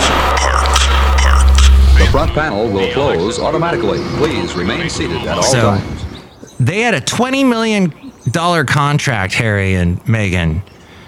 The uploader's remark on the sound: podcasts live from Café Anyway